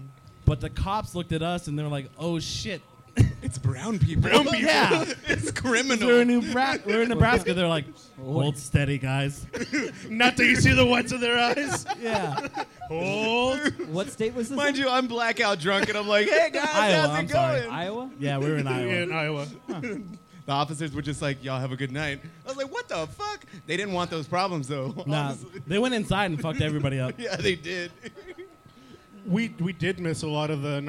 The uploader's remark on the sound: live from 10 Sports Bar and Grill